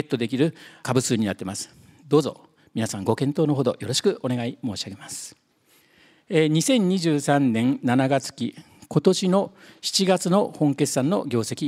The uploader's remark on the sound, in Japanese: 2023年1月28日、東京・三田で行われた「ラジオNIKKEI 相場の福の神 注目企業ＩＲセミナー」から